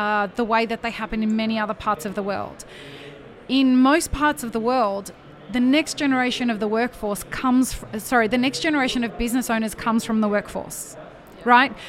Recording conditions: busy venue